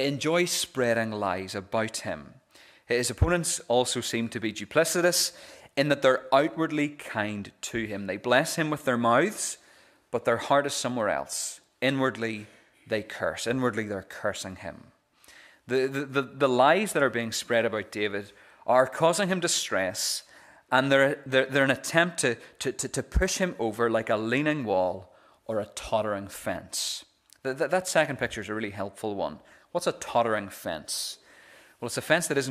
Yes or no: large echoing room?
yes